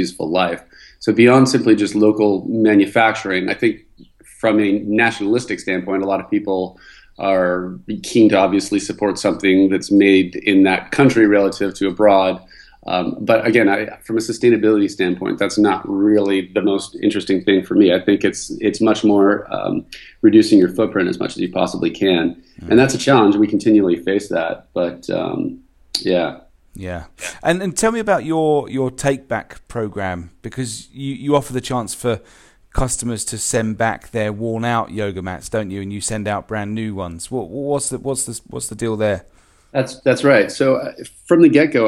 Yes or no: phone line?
no